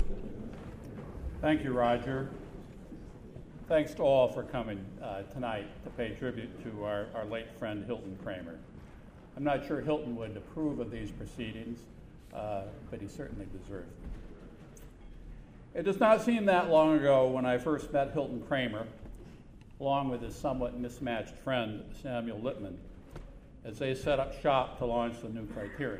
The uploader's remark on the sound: Delivered remarks at the memorial reception. The reception took place on May 9, 2012 at the Century Club in New York.